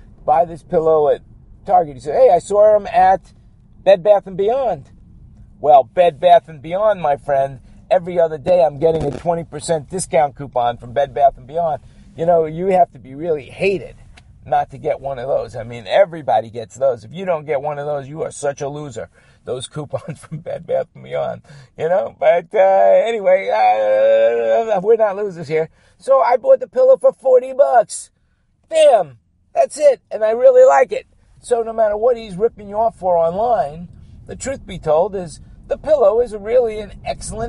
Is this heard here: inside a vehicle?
yes